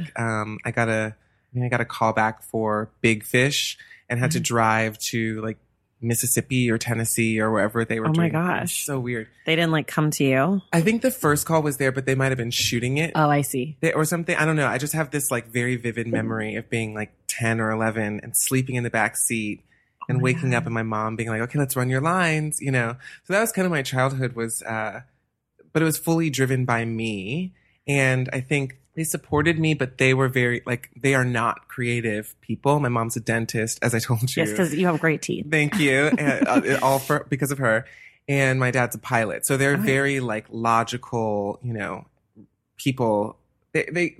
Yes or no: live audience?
no